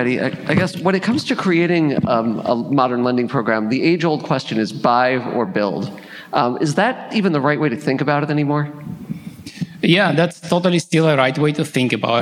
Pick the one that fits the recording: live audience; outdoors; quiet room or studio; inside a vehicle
live audience